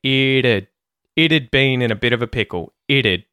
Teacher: So, instead of it'd, the T at the end of it turns into a schwa and we say it'd.